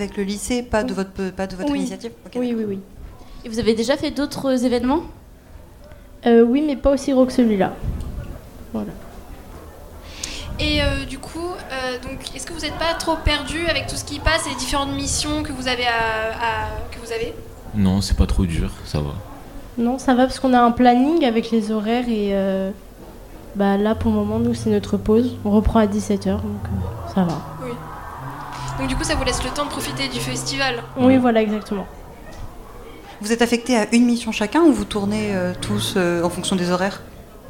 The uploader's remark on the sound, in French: Les 10 et 11 mai 2023, Delta Fm est allée au Nouveau Festival à Cenon (33). Voici une interview de quelques bénévoles qui sont en réalité plusieurs centaines sur le Nouveau Festival.